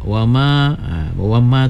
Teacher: wama tu jangan terlebih pula harkatnya ya, dua harkat saja